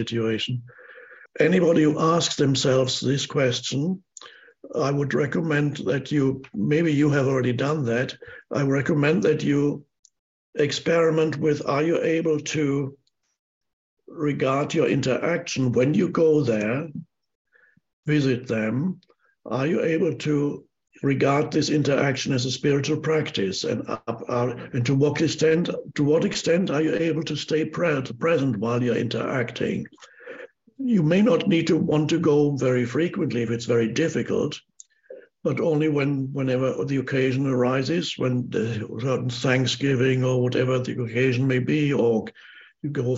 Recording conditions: video call